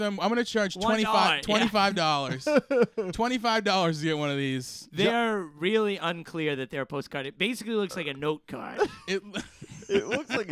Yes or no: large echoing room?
no